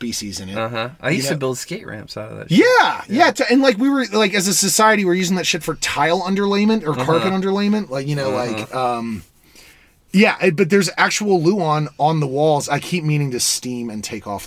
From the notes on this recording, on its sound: From the van.